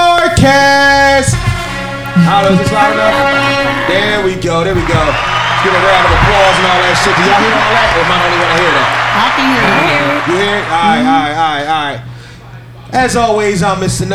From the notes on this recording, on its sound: Recorded live Tuesday Night 3/7/23 for "Krush Lounge" in Philadelphia Pa